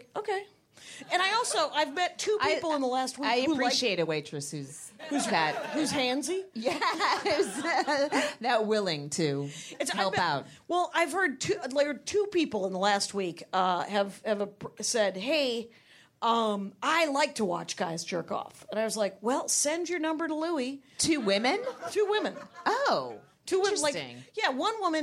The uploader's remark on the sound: they are live from Flappers Burbank!